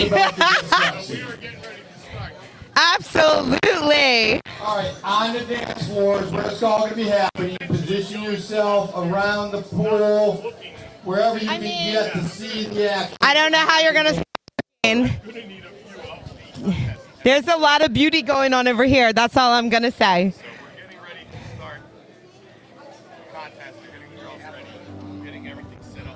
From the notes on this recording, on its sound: LIVE From the Paradise Club for the Connection Travel Hottest MILF contest